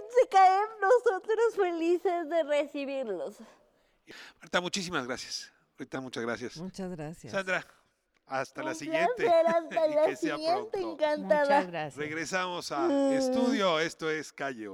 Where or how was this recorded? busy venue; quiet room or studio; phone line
busy venue